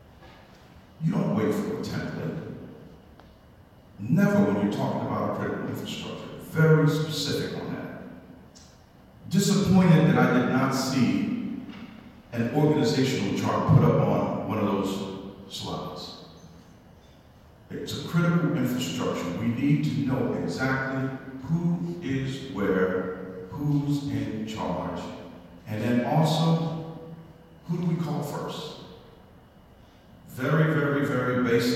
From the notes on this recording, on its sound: Raw audio of public comments during the Trenton NJ City Council Meeting.